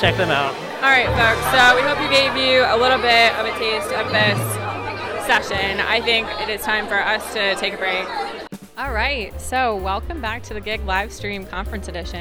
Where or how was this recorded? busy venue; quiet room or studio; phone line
busy venue